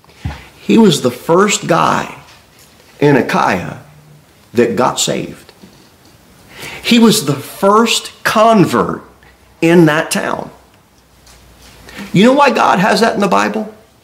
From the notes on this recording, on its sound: Sermon delivered at Pilgrim Baptist Church on Sunday, December 31, 2023, at 11-15 am. Pilgrim Baptist Church, located at 229 W. Jere Whitson Rd. Cookeville, TN 38501.